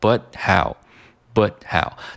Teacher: 如果读得快的话，可以把这个 but 里面的这个 t 去掉，变成 but how buthow。那当然在读这个 how 的时候，你也要注意把嘴要张开，读成 how，不要读成 how。啊，不是中文的这个浩大的浩，而是一个 lhow，嗯，那这句话呢就是读成了 If only there was some